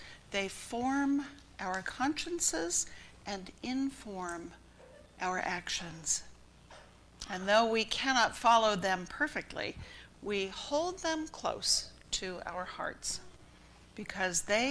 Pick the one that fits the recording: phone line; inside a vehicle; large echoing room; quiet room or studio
large echoing room